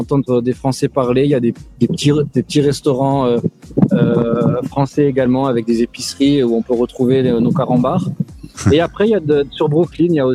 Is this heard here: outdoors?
yes